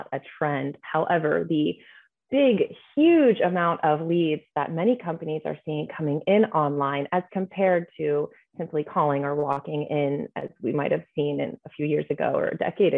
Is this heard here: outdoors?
no